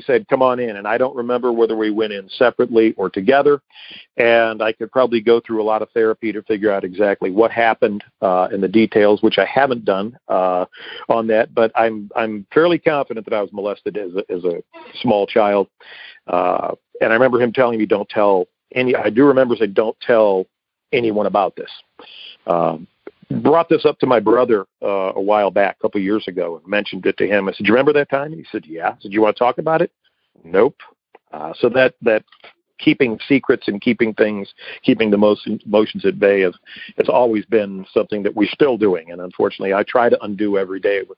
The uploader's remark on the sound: Akron OH. Noon Phone Speaker Meeting.